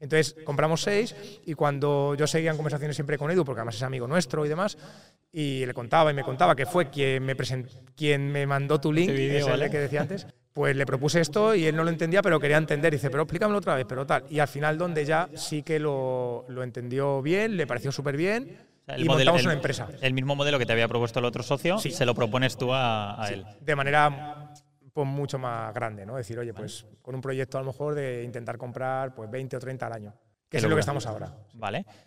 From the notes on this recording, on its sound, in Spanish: El podcast Sendero LIBERTAD ha sido grabado presencialmente en el evento "1 año para la LIBERTAD" en Castellón.